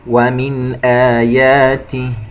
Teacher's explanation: نون ساكنة وبعدها همزة إظهار حلقي